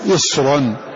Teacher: الصاد مفخمة، فتنتقل منها إلى ترقيق فيه عسر